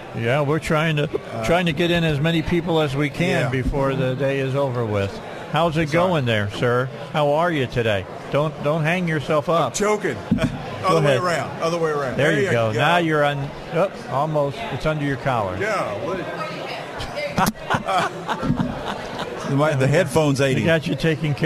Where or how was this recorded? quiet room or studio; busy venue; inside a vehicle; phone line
busy venue